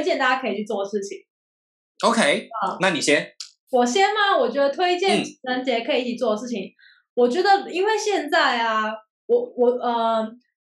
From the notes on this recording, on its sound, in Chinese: 本集遠距錄音時網路不穩，故時有聲音delay、斷訊、音訊不良狀況產生